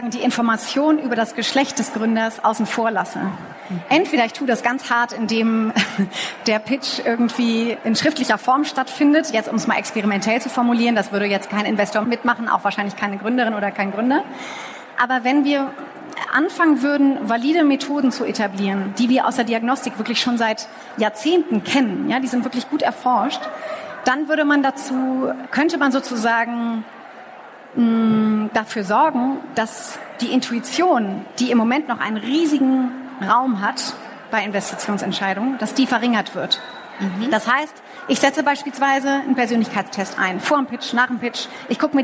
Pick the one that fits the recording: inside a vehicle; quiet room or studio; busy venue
busy venue